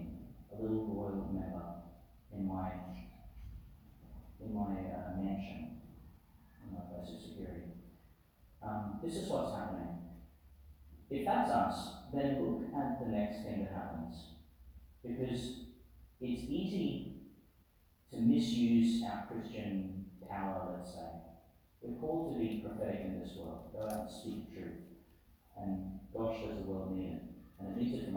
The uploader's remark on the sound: delivered in St Patrick's Church, Emerald